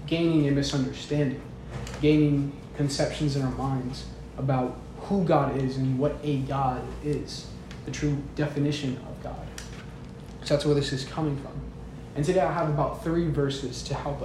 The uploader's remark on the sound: This is a recording of a service I gave.